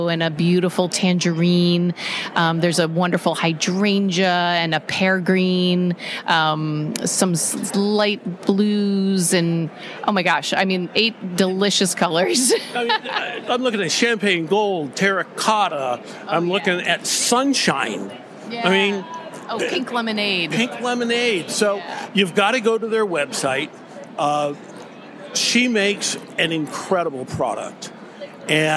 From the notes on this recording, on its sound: NAMTA Trade Show Part 1. We are on the trade show floor of the 2023 National Art Materials Trade Association convention.